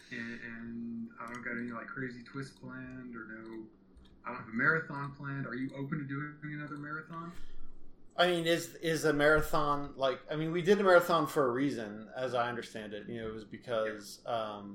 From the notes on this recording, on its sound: You’ll have to excuse the audio. Started this conversation over a friendly game of Stellaris and the topic of Tarantino’s Trek came up and we started recording…without headphones.